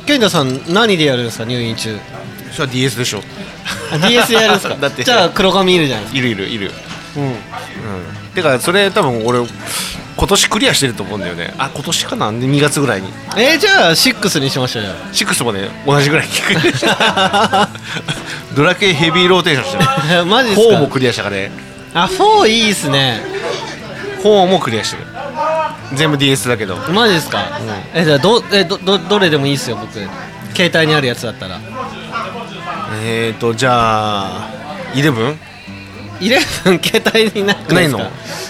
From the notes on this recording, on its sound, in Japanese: 愛知県東海市を中心に、お酒を呑みながらおじさんが喋るラジオ。今回は、東海市富木島町にございますキサイワ聖地の「とんちんかん」さんで収録！！